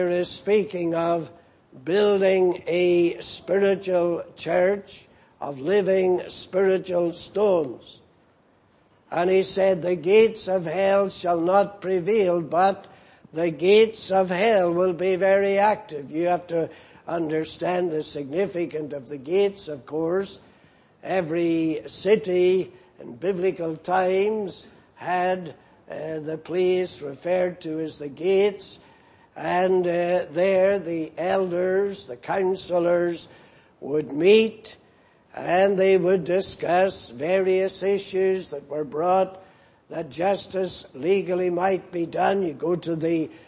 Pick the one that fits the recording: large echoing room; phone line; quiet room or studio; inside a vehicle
large echoing room